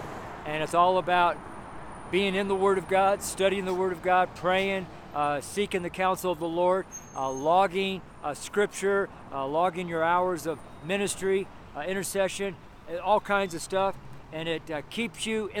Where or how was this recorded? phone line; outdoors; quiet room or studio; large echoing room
outdoors